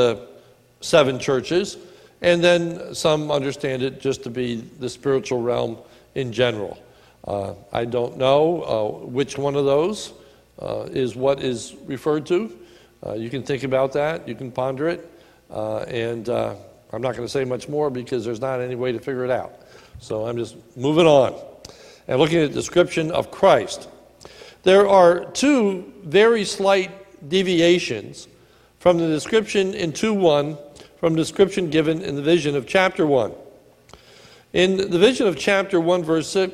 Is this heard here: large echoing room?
yes